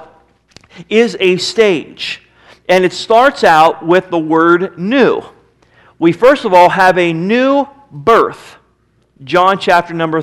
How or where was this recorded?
large echoing room